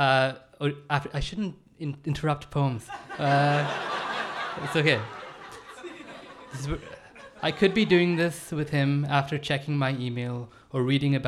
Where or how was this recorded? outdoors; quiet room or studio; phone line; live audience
live audience